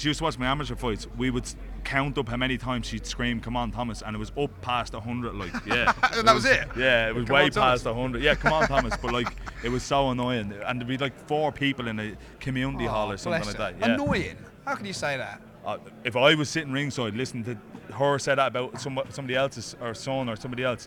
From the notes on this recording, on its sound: Takes to the mic seconds after the conclusion of the Cameron vs Taylor 2 press conference to speak with various people in the room, at random. We're back On The Ground in Dublin.